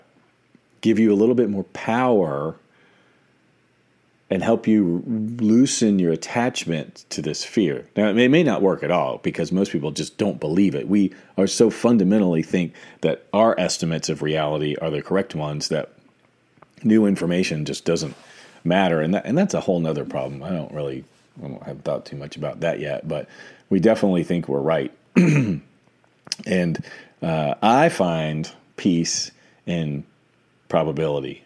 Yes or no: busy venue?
no